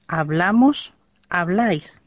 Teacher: monikon ensimmäisessä ja toisessa persoonassa paino on päätteellä